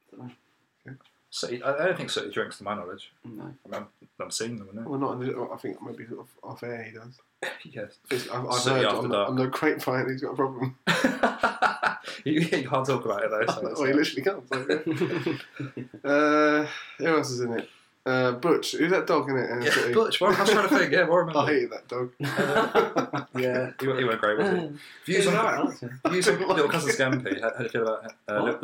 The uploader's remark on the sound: Apologies for the quality of the recording across these 3 episodes. The laptop had switched mic inputs.